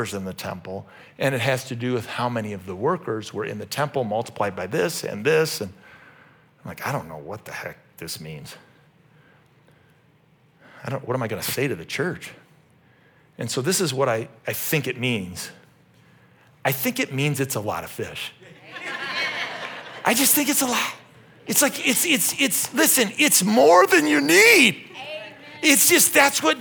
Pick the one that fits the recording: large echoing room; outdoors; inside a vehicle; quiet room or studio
large echoing room